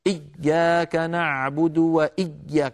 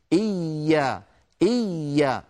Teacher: التشديد هو أن يكون الحرف مضاعفة، أما الشدة هي انحباس الصوت، فالياء لا ينحبس صوتها بل تكون مضاعفة · Shown in: second take · إيا فيها شدة وليس فيها شدة، فصوتها مستمر لا انقطاع فيه. · Term: حرف رخو